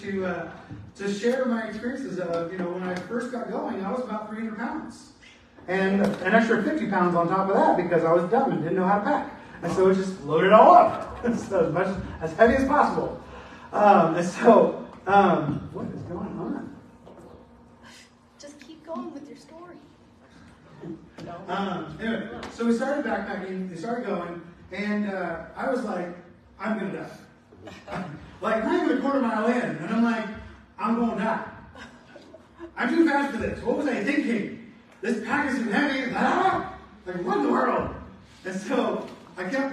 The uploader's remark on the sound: Apologies on the bad audio quality